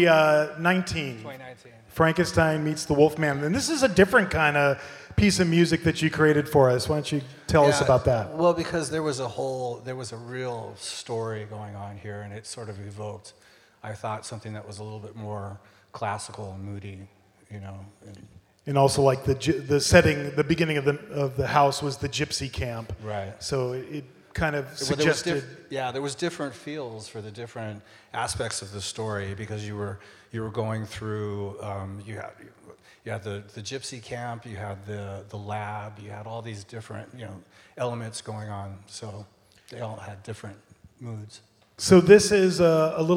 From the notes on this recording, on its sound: Halloween Horror Nights at Universal Studios Hollywood, live from Midsummer Scream. This is the full panel presentation.